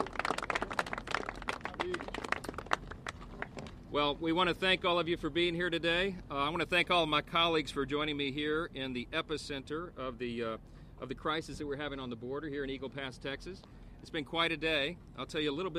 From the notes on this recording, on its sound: House Republicans hold a press conference in Eagle Pass, Texas on the border crisis.